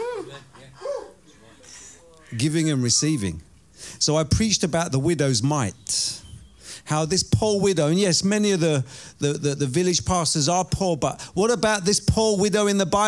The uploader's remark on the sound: Preaching at Oasis Church, Watford, England.